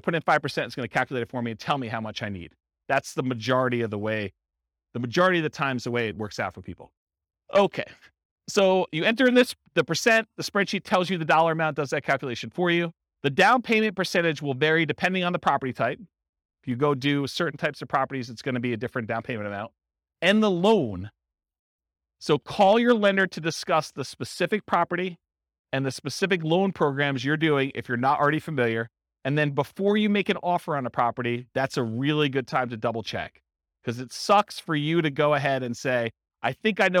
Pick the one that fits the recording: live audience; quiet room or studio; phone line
live audience